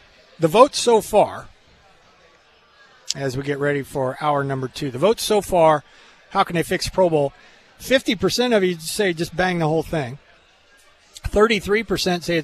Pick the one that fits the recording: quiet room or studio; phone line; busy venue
busy venue